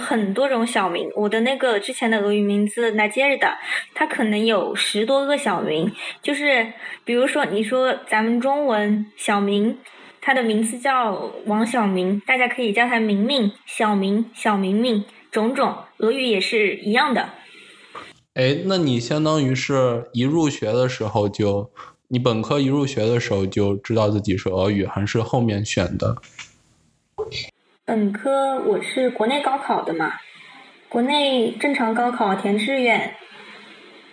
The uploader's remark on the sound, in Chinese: 我们通过Zoom进行了一番愉快友好的聊天